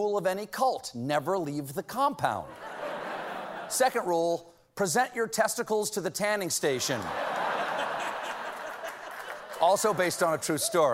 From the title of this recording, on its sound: LIVE Monologue